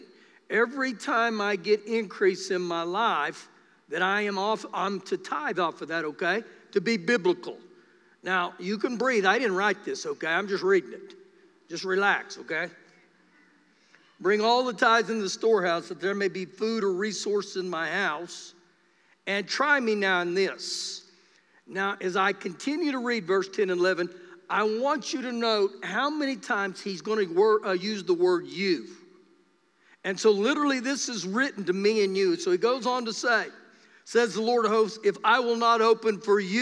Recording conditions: live audience